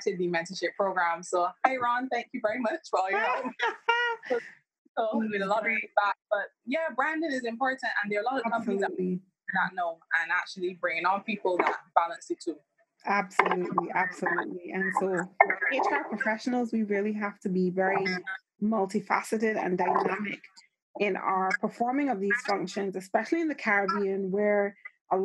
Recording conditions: poor sound quality